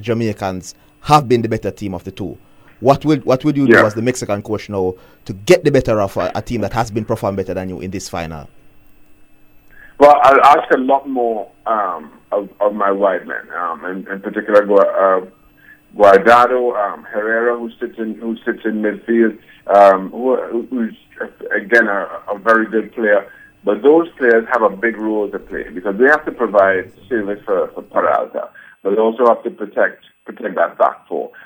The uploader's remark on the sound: joined on the phone